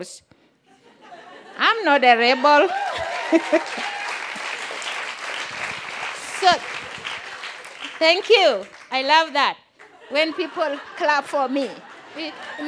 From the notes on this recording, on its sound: This story was recorded live on 31 May 2017 at Buntport Theater in Denver, Colorado.